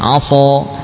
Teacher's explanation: bila sin dibaca dengan tebal, ya, maka yang terdengar bukan sin lagi, tapi apa? Sod